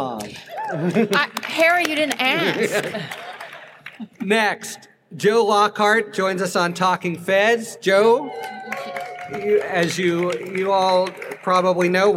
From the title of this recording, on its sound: LIVE from Politicon in Nashville, Tennessee